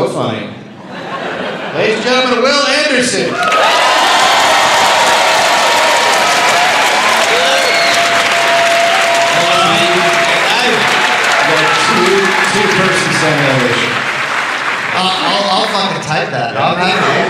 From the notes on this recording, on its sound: live in Seattle